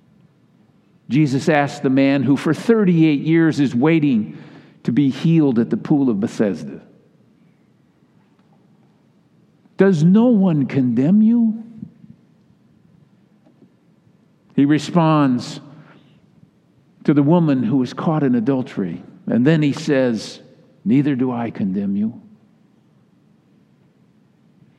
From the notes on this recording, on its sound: delivered in all three Sunday services.